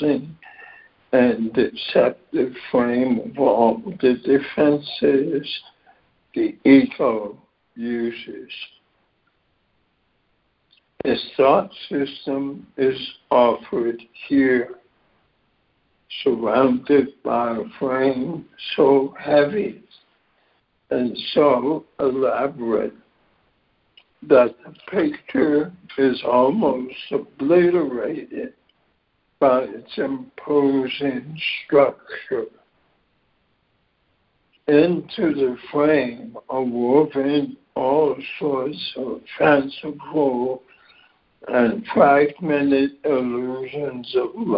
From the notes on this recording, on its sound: ACIM Daily Conference Call